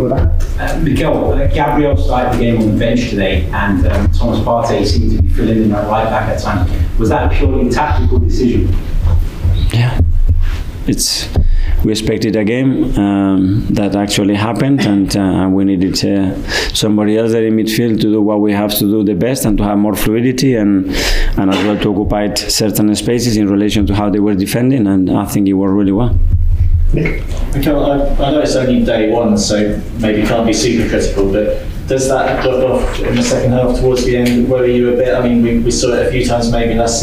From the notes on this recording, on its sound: Post Match press conference after beating Forest 2-1 at the Emirates.